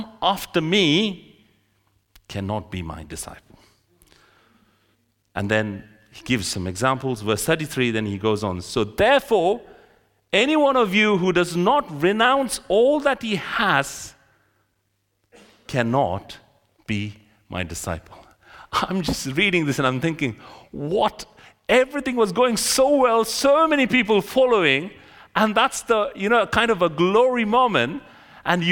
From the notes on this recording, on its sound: This sermon was recorded on Sunday 14th January 2024 at our Great Denham venue.